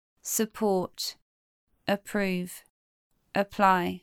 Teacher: P is aspirated at the beginning of a stressed syllable.